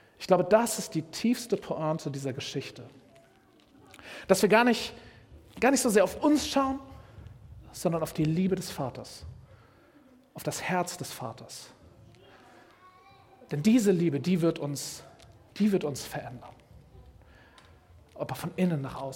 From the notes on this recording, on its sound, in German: Predigt im Rahmen des GreifBar+ Gottesdienstes